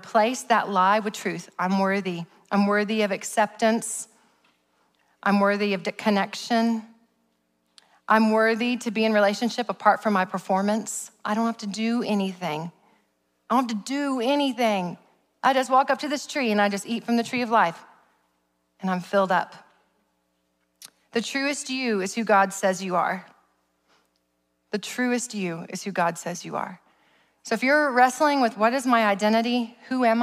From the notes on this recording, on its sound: preached at Sozo Church in November of 2021